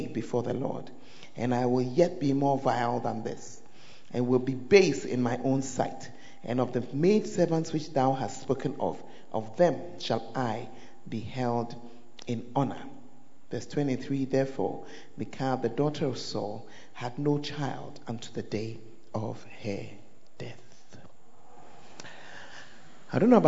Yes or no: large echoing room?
yes